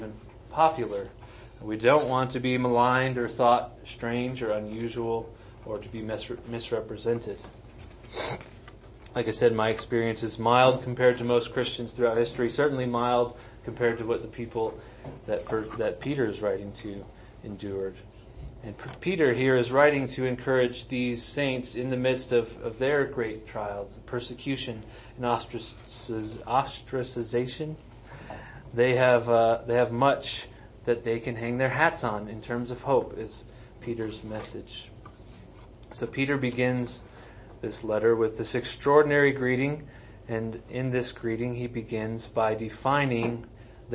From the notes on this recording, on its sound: Sermons and audio recordings of Trinity Reformed Church in New Castle, Colorado.